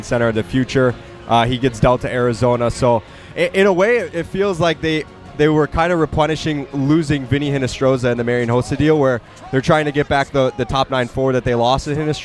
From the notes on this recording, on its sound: SportsTalk Live is on location at the United Center for Blackhawks Authentic Fan Night.